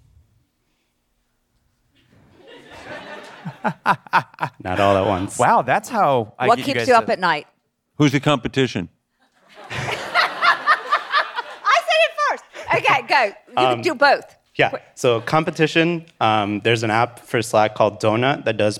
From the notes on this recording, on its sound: The Pitch is live from The Wharton School at the University of Philadelphia. A packed house for a live pitch competition.